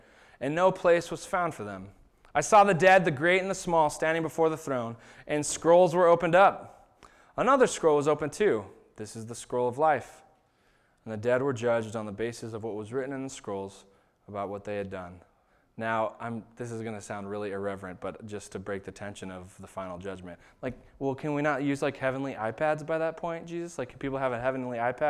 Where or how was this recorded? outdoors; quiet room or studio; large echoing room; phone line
large echoing room